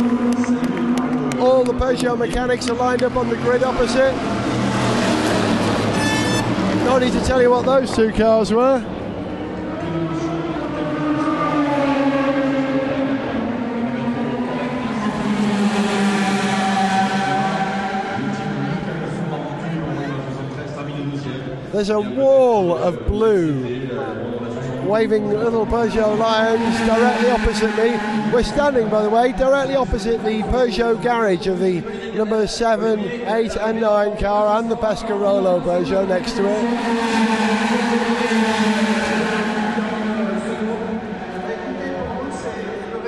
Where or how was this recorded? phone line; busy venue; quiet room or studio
busy venue